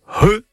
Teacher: C'est le C'H, qui sert à écrire le son RE, et donc pas CHE ni QUE, c'est RE. C'est un gros H aspiré.